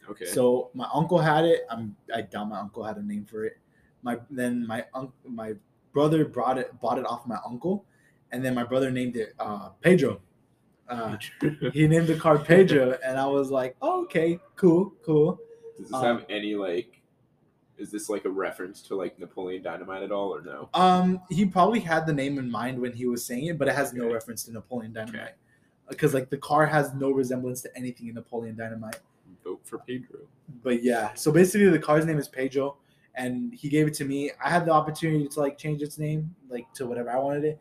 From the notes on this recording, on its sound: Anchor Did Us Dirty! Technical Difficulties.